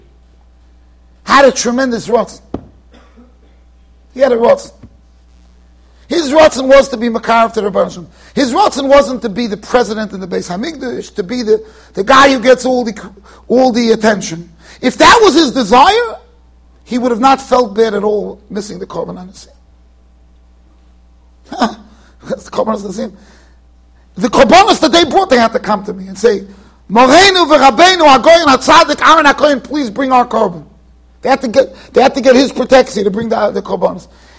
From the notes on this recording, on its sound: Shiur recorded in Yeshivas Ohr Reuven, Monsey NY.